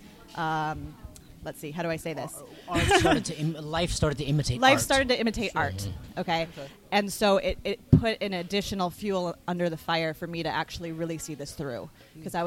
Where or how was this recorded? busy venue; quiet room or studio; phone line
busy venue